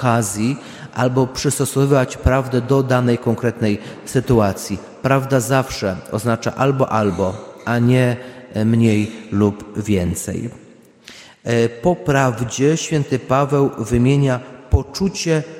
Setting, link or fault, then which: setting, large echoing room